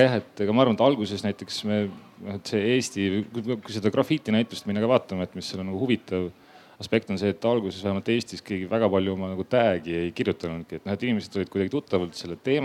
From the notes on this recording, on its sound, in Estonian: Juulil 2021 kunstifestivalil "Ma ei saa aru" – tänavakunst Telliskivi Loomelinnakus.